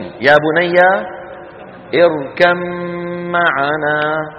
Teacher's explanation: الباء في الميم: يا بني اركم معنا، اركم، نقلب الباء إلى إيه؟ إلى ميم، وندغم الميم في الميم فيصير النطق بميم مشددة